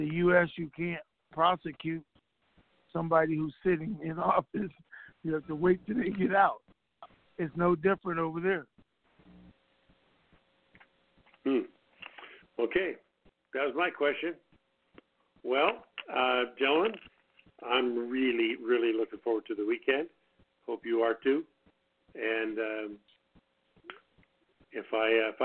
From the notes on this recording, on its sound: TNTSuperfantastic Conference Call